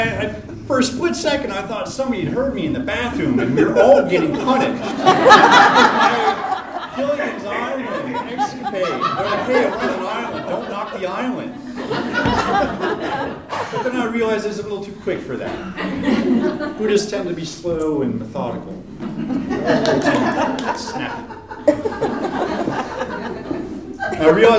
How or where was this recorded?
live audience